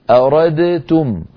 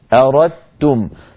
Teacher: لا شك أن أردتم أسهل، لأنني أنطق بحرف واحد مشدد وهو التاء، أردتم، فتحولت الدال إلى تاء، وأدغمنا التاء في التاء، فصار النطق بتاء مشددة · Shown in: second take